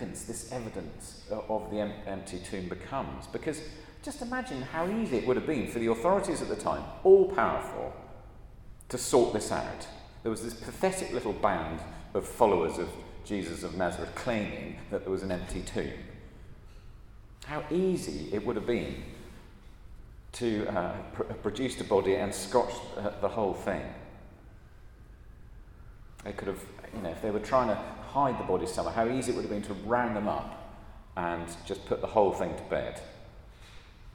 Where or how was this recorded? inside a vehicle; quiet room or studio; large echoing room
large echoing room